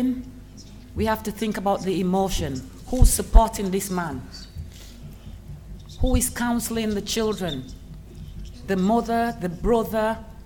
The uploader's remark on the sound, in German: Unbearbeiteter Mitschnitt der Pressekonferenz mit internationalen Initiativen gegen rassistische Polizeigewalt, abgehalten in Berlin.